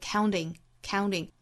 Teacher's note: t 的发音发成类似于弹舌弹出来，发成一个 d 的发音